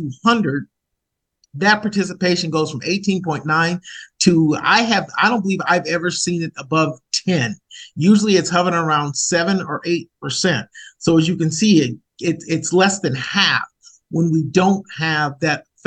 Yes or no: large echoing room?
no